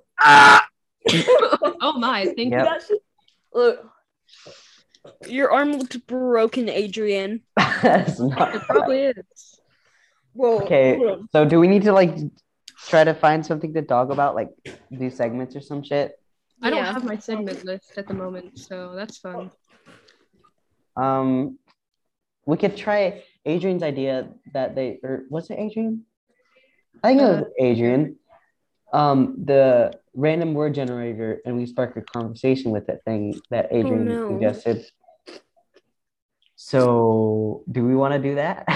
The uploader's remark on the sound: Warning, this is a very chaotic and loud episode. Me and my friends decided to record a zoom meeting and post it.